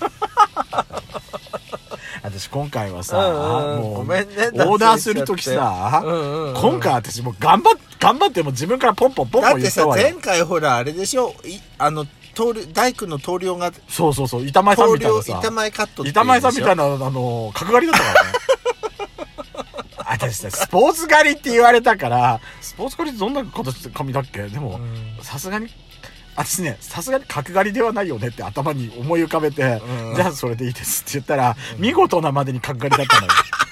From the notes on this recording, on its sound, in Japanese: パーキング収録